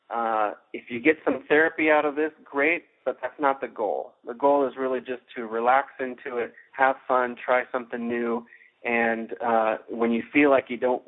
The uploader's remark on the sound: Journaling Course Conference Call. We go directly to the Journaling Classroom and listen in to participants’ sharing.